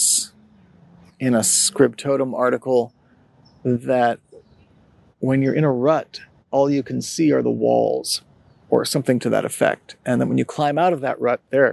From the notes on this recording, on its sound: It’s also an episode created amongst community, of a sort: I recorded it walking through, and sitting in, a neighborhood park. I continue experimenting with different tools and methods to make recording Sonitotum frictionless while still creating audio that’s kind to your ears.